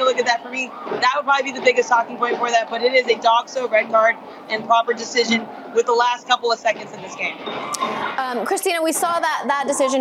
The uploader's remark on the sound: joins live from a watch party in NYC (7:29)